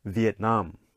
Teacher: the nam gets the stress, Vietnam